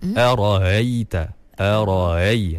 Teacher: Dia bukan ha, tapi dia macam hamzah yang dah dilemahkan. · Term: tashil